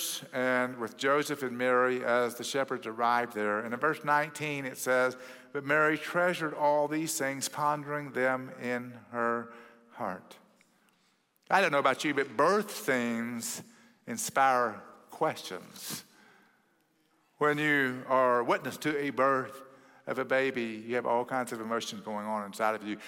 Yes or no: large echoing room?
yes